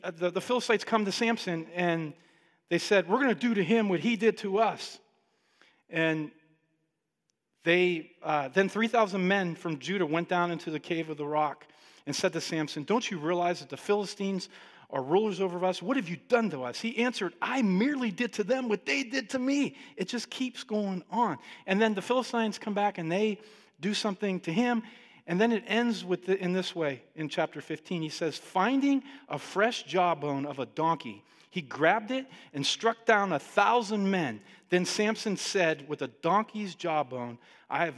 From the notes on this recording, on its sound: Listen along to our live Sunday Teaching